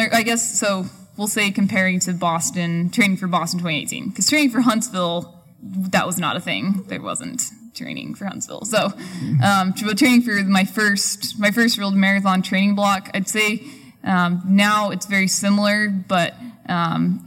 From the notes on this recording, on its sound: We recorded this podcast in front of a live audience back back in early July at the Sports Basement in San Francisco. Before we opened it up to audience Q&A.